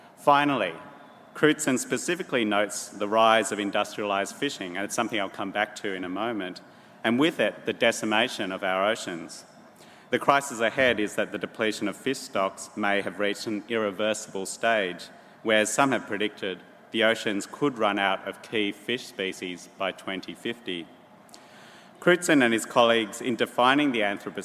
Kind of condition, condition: setting, live audience